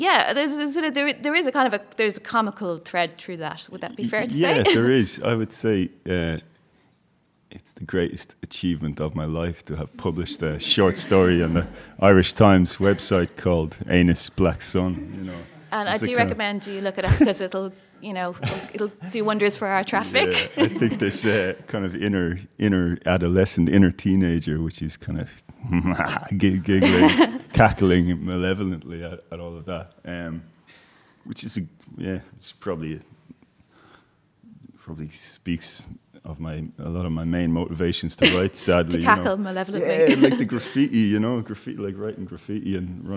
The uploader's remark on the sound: In front of a live audience at the Irish Writers Centre, Dublin.